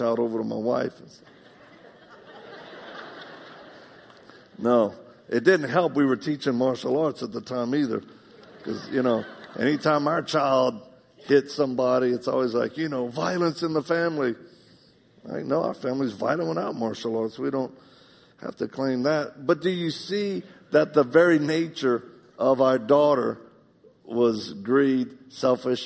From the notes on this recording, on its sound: In this live message.